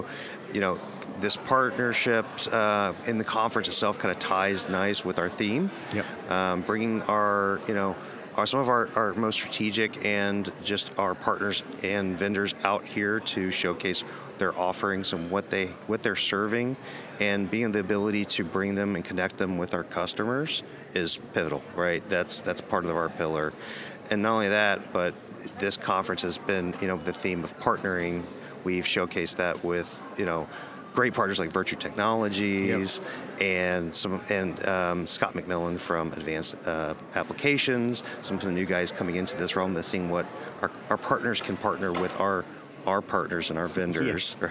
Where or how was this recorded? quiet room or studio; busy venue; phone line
busy venue